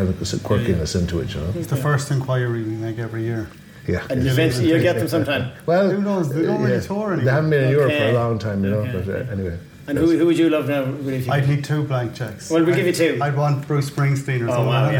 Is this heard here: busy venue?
yes